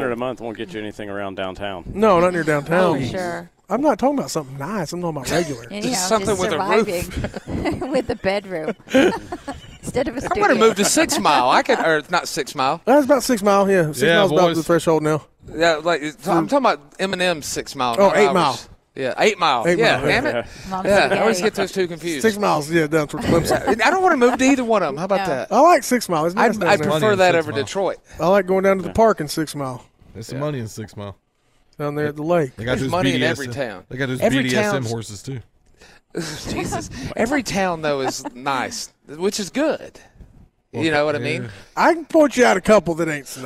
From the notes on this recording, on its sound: WE ARE LIVE FOR HOUR TWO AT THE BON SECOURS WELLNESS ARENA